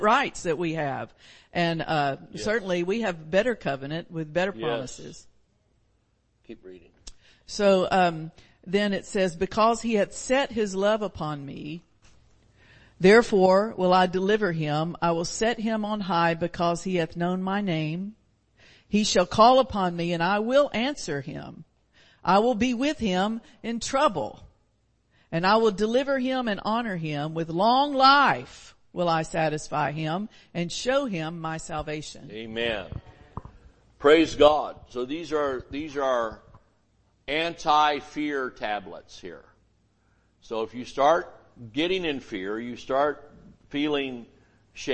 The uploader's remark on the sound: Sunday Morning Service